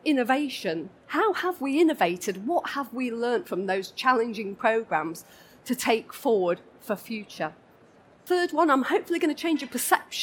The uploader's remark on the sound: This session was recorded live on 13th November 2019 in the Buildings & Estates Theatre of the Schools & Academies Show at the NEC in Birmingham.